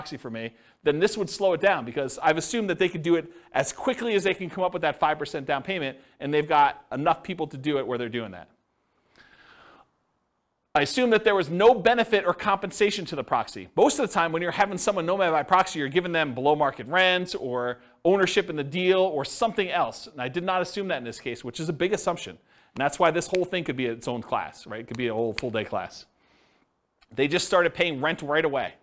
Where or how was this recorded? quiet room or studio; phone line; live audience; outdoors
live audience